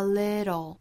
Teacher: 那美音之中的这个 little 的发音是弹舌音加舌侧音